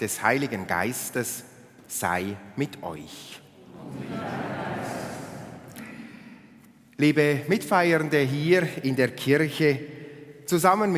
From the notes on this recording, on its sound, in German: Den römisch-katholischen Gottesdienst überträgt SRF live aus der Kirche St. Oswald in Zug.